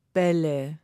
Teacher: wenn wir ein Wort nehmen, wie zum Beispiel Bälle, dann vibrieren die Stimmlippen in meinem Kehlkopf. Das kann man jetzt einfach ausprobieren, indem man sich mal vorsichtig die Hand auf den Hals legt und dann Bälle sagt.